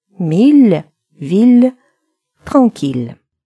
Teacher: В них звучит не «е», а согласная «л», мягкая «л».